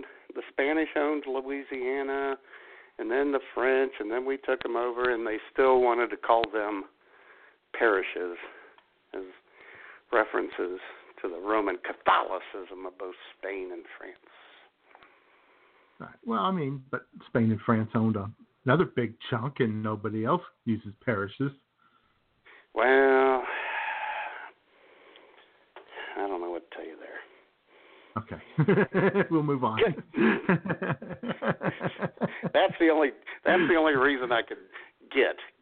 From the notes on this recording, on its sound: your creepy phone calls